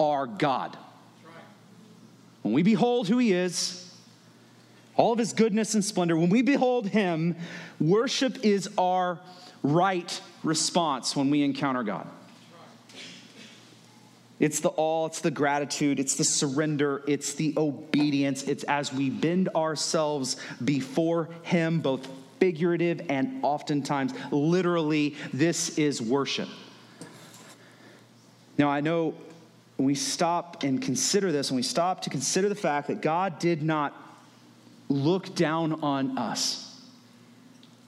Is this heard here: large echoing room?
yes